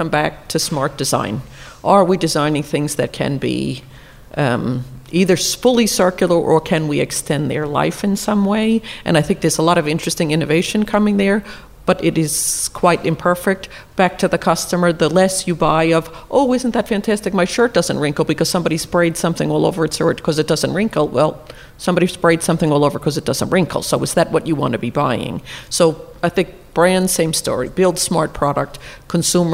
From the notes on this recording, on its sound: Recorded in the Knightsbridge store of Harvey Nichols